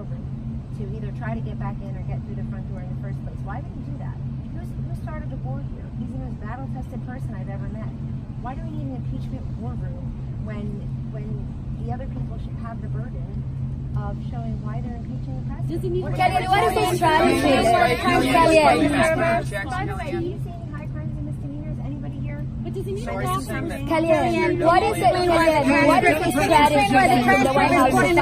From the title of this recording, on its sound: Press Conference at the White House